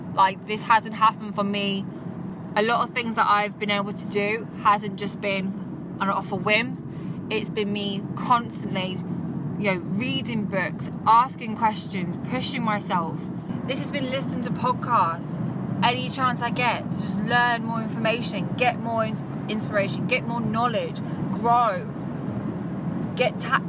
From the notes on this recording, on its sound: I decided to record this while driving back home